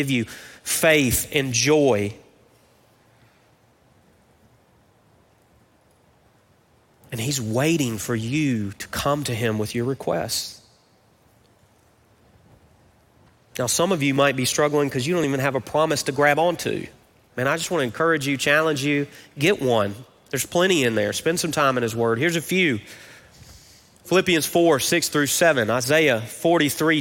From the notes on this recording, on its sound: Recorded live at Brookwood Church on 08.06.23.